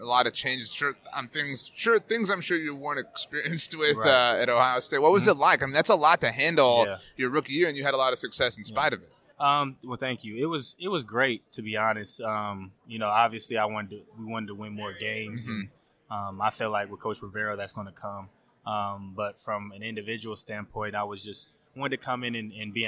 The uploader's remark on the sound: on Super Bowl Radio Row!